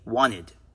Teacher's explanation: 90% of the times, native English speakers say wanted. That T disappears.